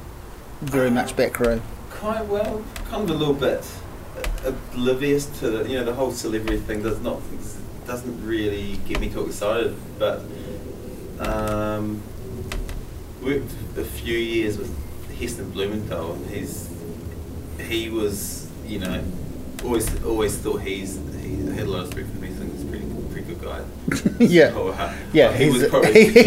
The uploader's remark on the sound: We were in Sydney and we decided to sit amongst the street-noise and talk shop.